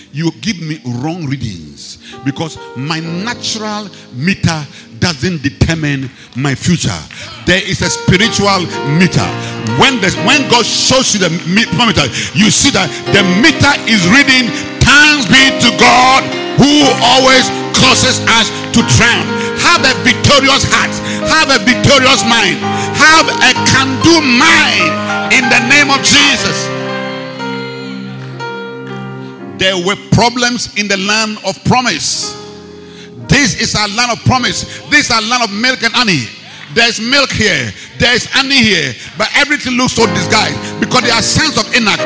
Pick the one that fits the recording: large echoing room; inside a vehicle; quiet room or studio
large echoing room